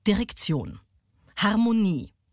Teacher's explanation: bei der korrekten Sprechweise ist es wichtig, die Betonung da immer auf die letzte Silbe zu legen. · Term: Anapest